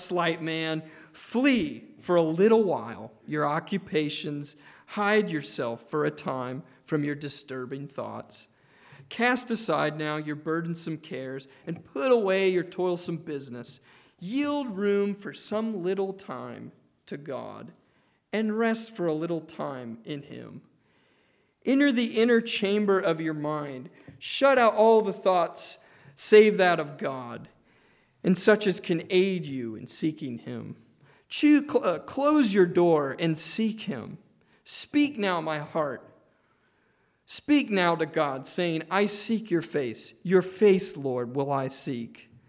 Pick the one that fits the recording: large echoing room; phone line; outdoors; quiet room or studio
large echoing room